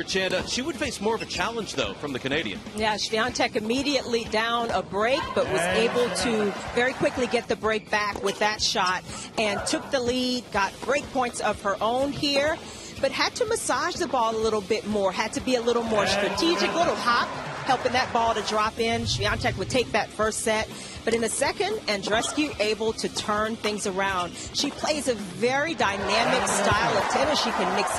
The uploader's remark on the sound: TC Live is back, live from Indian Wells!